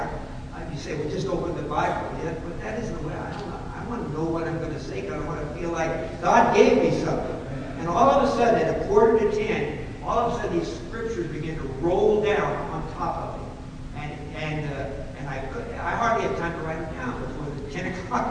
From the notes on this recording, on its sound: Unfortunately we experienced technical difficulties during this session which resulted in a poor quality recording.